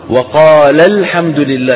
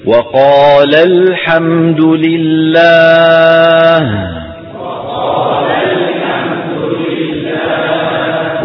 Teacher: الألف تسقط للتخلص من التقاء الساكنين